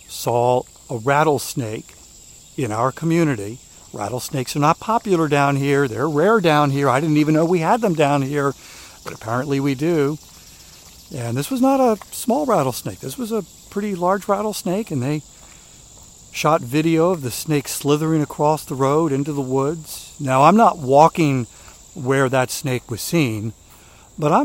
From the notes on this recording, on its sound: During today's ten-minute walk